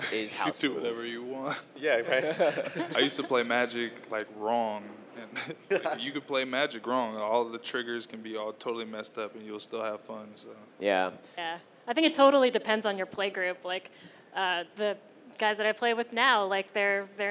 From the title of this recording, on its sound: LIVE at GP Vegas